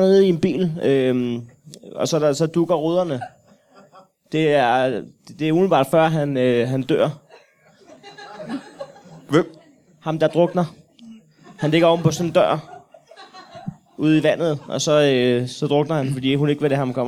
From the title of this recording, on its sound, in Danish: LIVE fra Zulu Comedy Festival